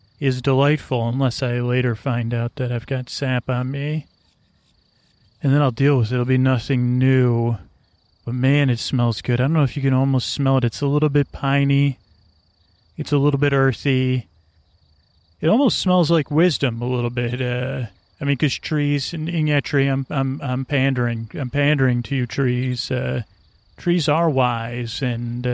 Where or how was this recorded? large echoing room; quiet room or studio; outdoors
outdoors